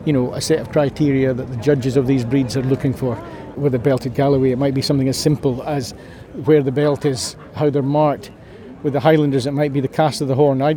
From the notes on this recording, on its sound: Royal Highland Show 2023. From the cattle ring to the Highland Hall, the machinery lines and everywhere inbetween. At Ingliston.